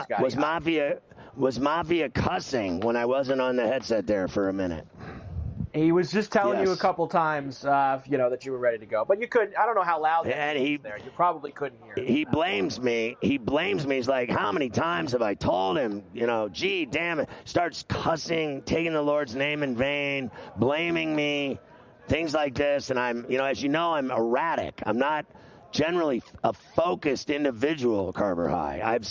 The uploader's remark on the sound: Live From Radio Row in Las Vegas!